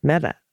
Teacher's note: Mehta, slight emphasis on the meh. And the ta is pronounced like the Spanish, with the tongue at the tip of the teeth